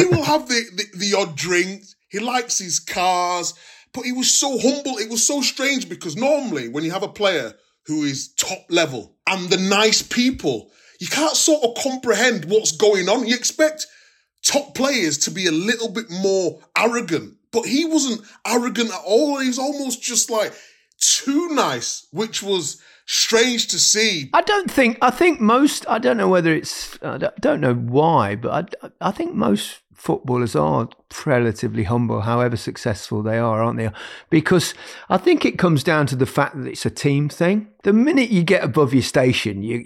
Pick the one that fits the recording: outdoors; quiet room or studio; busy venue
quiet room or studio